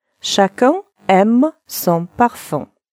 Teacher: Носовой звук средний между О, Э. Губы для звука О трубочкой произносим Э в нос.